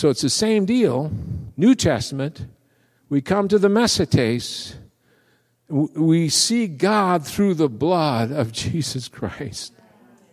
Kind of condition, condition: setting, large echoing room